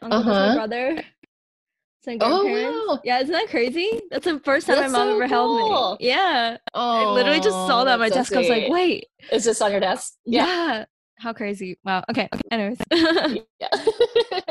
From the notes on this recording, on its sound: laugh through major technical difficulties